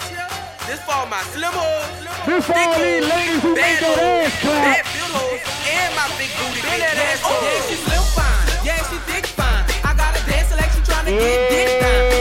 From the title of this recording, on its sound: Bday party live from club real